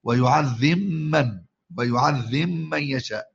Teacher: يدغم الباء في الميم في قول الله تعالى: فيغفر لمن يشاء ويعذب من يشاء، يقول: فيغفر لمن يشاء ويعذب من يشاء، يدغم الباء في الميم، ويعذب من، ويعذب من يشاء، ماشي.